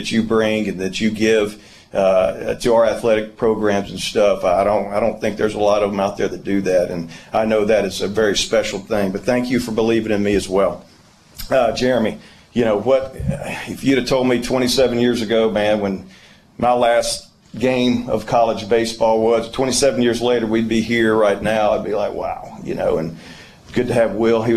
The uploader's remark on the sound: Introductory Press Conference with post commentary.